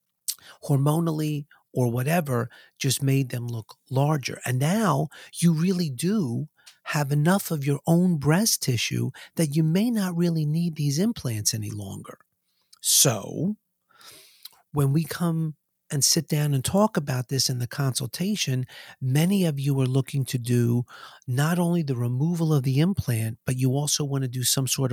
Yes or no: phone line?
no